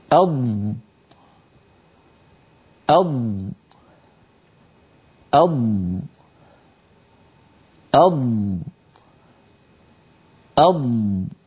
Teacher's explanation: هل سمعتم صوت الضاد وأنه يمتد لأنها حرف رخو؟ وأيضا اللسان يتقدم إلى الأمام ويربو الهواء، يربو الصوت المحبوس والمحجوز خلف اللسان فيستطيل صوته، بمعنى يصيل أطول.